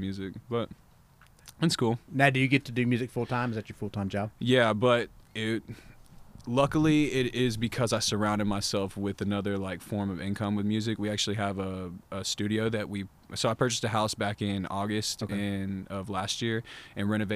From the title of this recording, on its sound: Live from the Bird's Nest